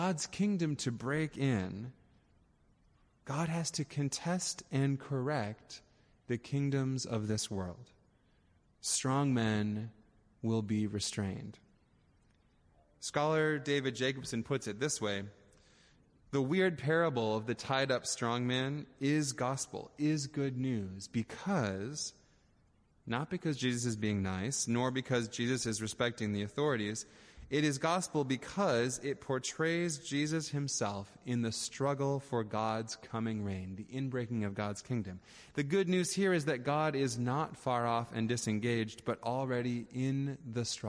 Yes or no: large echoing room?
yes